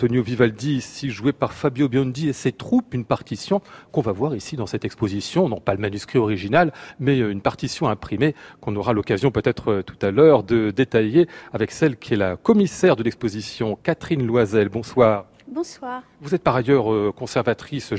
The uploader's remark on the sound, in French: Une émission enregistrée à l'occasion de l'exposition &quot;Eblouissante Venise&quot; au Grand Palais à Paris. Une émission enregistrée à l'occasion de l'exposition "Eblouissante Venise" au Grand Palais à Paris.